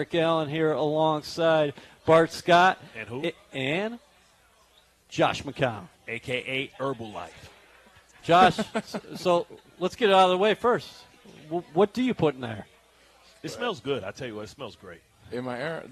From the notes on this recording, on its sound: Live from Vanderbilt's in Florham Park, NJ